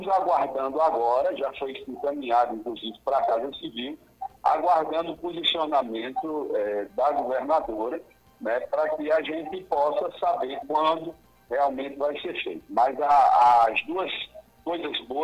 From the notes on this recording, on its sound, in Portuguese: Durante o programa Manhã Total da Rádio Pajeú. Participou por telefone.